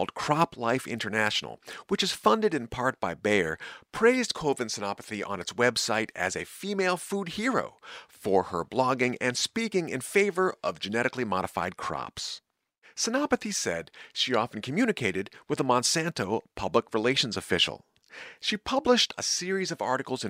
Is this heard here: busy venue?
no